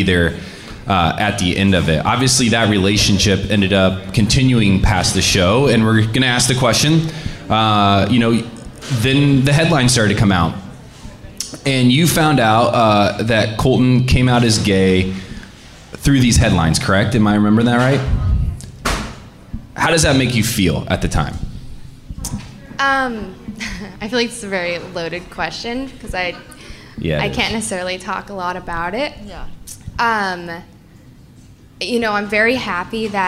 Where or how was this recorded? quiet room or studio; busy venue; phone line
busy venue